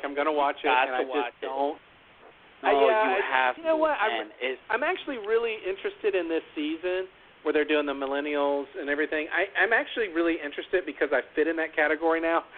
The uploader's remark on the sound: LIVE CALL IN! Tonight we open up the phone lines to anyone who wants to give their feelings on the season, the winners, or the jury.